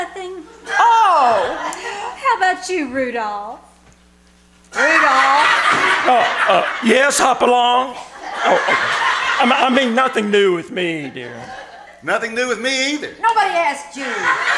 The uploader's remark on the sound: The KCAL Old Time Radio Troupe performed "LIVE" at the First Vineyard Winery in Jessamine County, Kentucky. Here is the audio from the second half of their show.